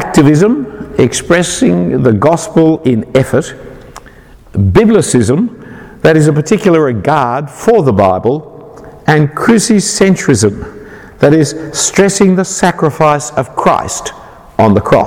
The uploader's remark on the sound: An individual talk given at All Saints Belfast in 2018.